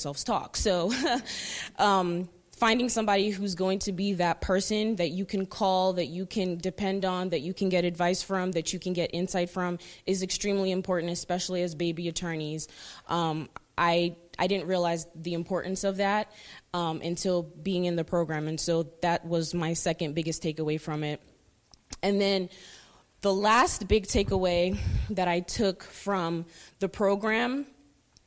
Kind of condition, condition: setting, live audience